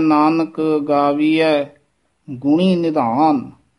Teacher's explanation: ਗਾਵੀਐ ਪਦ 'ਤੇ ਵਿਸਰਾਮ ਲਾਉਣਾ ਹੈ, ਥੋੜ੍ਹਾ ਜਿਹਾ ਨਖੇਰ ਕੇ ਇਸੇ ਤਰ੍ਹਾਂ ਹੀ ਬੋਲਣਾ